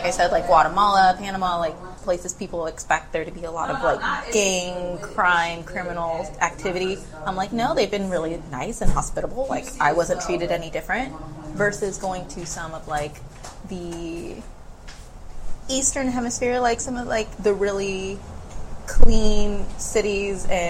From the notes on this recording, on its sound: Recorded at Boomtown Coffee, Houston Heights.